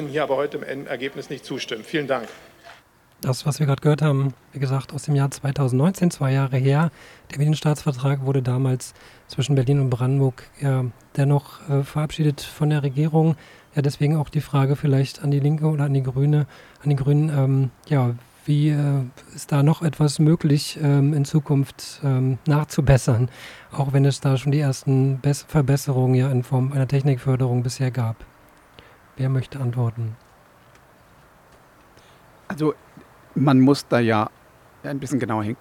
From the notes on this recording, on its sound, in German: Mitschnitt vom Radiokiosk aus dem Haus der Statistik am Alexanderplatz